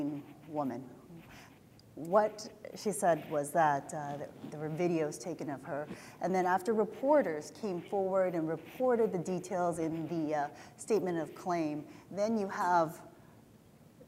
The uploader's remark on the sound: This in-person event was part of the CJF's J-Talks program.